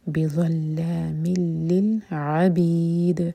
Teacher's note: میم کی تنوین کے بعد لام ادغام بغیر غنہ کے